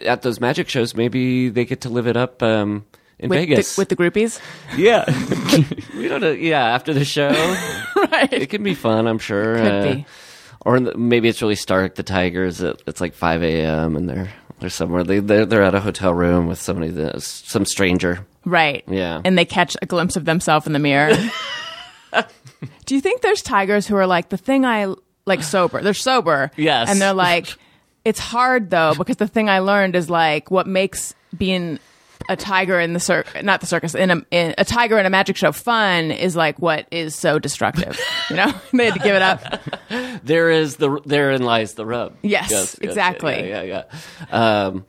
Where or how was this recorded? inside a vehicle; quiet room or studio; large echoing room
quiet room or studio